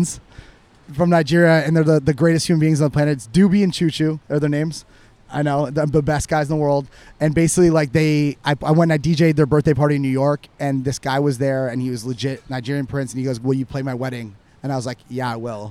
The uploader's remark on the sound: Big thanks to the team at Piccolo for hosting us on their lovely patio last Saturday for our first ever LIVE podcast.